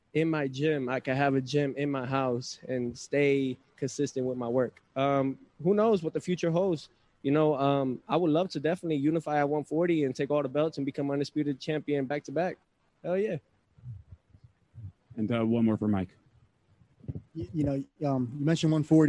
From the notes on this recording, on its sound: Post fight Press Conference